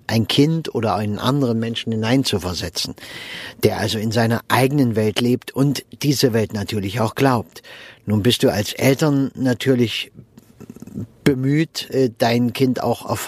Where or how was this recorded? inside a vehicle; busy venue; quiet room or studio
inside a vehicle